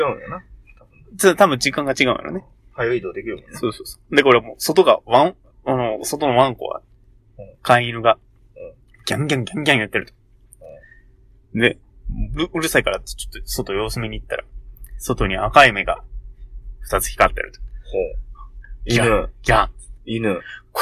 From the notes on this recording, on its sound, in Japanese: 今回車内録音のため音が籠っております。毎度毎度録音環境が安定しなくて申し訳御座いません。